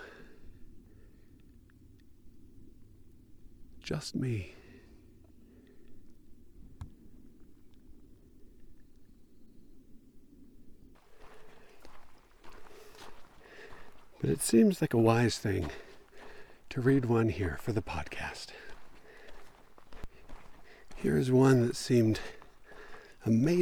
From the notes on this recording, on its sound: I spent a few days in Moab, camping and hiking and writing and recording. This episode was recorded as I was hiking in Canyonlands National Park on the Murphy loop. I did edit out some long stretches of just me walking (not excatly compelling audio, that), and a couple of times were I got distracted by something I saw. I did leave in a couple shorter ones (a lizard in one instance, a butterfly in another) just to maintain the feeling of the recording, which is not some manufactured-in-the-studio-with-a-catalog-of-outdoor-sounds.